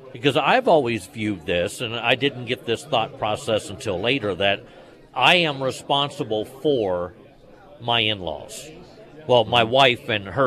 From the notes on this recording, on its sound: live at Scramblers Diner for the Friday Road Show